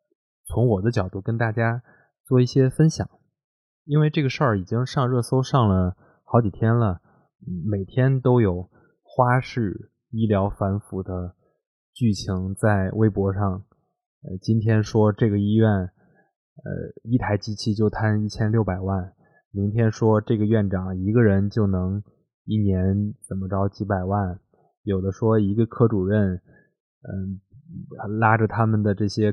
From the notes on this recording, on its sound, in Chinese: 希望大家体谅我的录音和剪辑